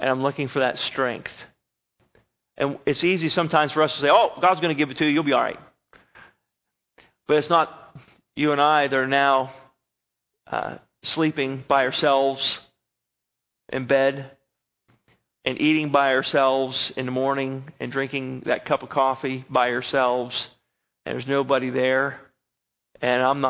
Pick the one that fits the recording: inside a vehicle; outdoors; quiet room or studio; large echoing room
large echoing room